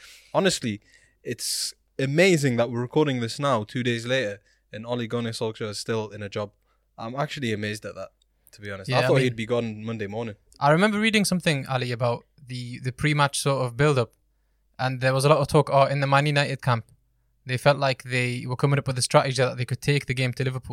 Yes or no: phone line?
no